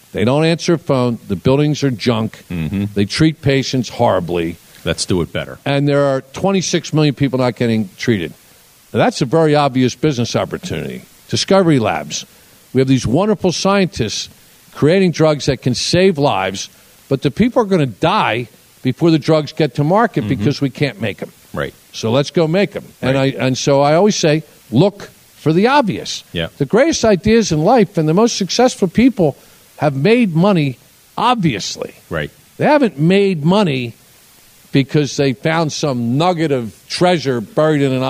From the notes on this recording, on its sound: In front of a live audience at one of his newest ventures, The Discovery Labs. 1 million square foot space in King of Prussia, Pennsylvania.